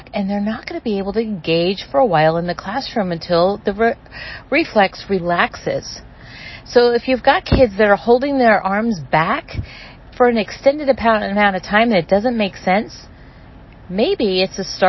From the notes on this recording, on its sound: I am currently sitting in my car watching it downpour and I wanted to take this time and stop driving and just talk with you for a few minutes.